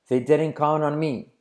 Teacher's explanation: La T de count no se pronuncia.